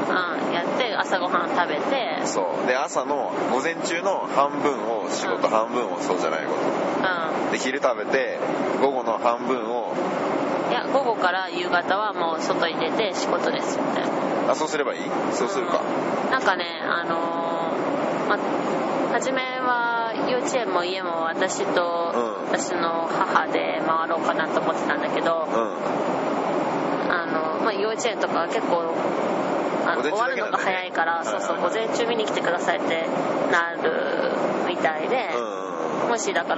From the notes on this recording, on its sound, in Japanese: 渡航の飛行機で割りと疲れてる状態で。今回は飛行機の中なので、音声がちょっとうるさいです。